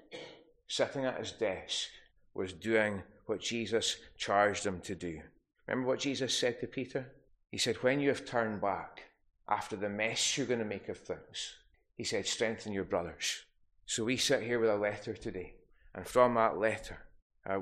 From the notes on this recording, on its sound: Recorded at North Harris Free Church on the morning of Sunday.